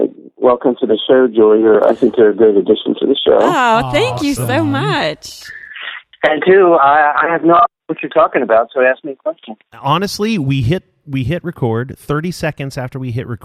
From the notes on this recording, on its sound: We had end-to-end phone calls this episode.